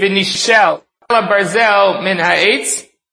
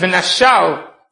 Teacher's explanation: between the nun and the shin, you would make an ah sound · Shown in: second take · So that ah has to be created either by an aleph or a hey.